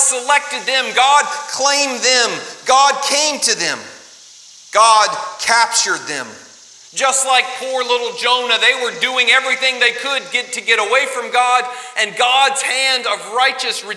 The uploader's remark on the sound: LIve Service 26 July 2020.